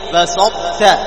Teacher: لاحظ ترى أن صفة الإطباق بقية